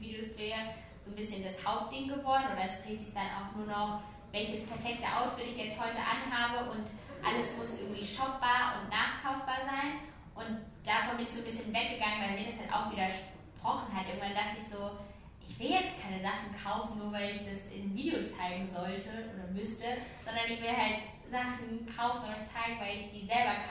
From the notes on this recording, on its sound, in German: Live Podcast. Zusammen mit den Google Pixel Studios* hatte ich nämlich die Möglichkeit, vor Publikum meine Ansichten bezüglich des Themas "den eigenen Stil finden" zu teilen.